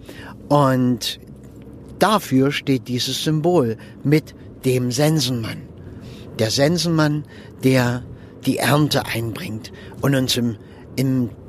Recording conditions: inside a vehicle